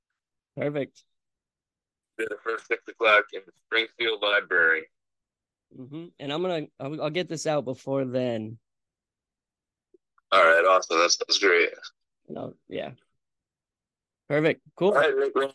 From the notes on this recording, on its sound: take a spur of the moment phone call